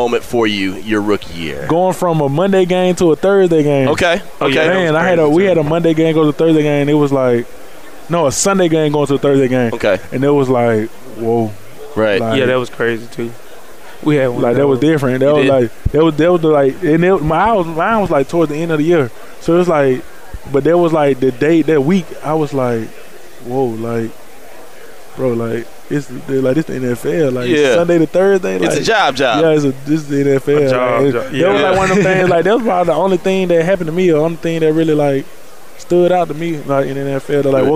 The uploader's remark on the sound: More Sounds from Radio Row in Miami